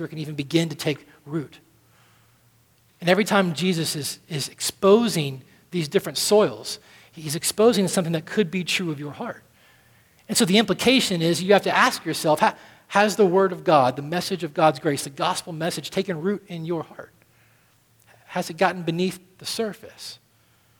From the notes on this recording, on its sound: at Redemption Hill Church on Sunday, May 12th, 2013.